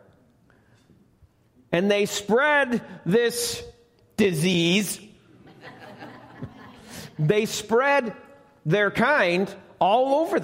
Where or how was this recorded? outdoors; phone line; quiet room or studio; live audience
live audience